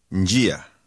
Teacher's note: Did you hear the slight N sound at the beginning of this word?